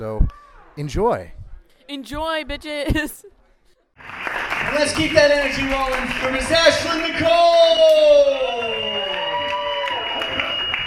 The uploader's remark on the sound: Live From The Centennial Lounge. This week’s episode features winners from the Wednesday Night VFW Open Mic who are selected to perform a special feature show once a month!